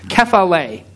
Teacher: It's spelled K-E-F-A-L with a long E. The accent's on the last syllable.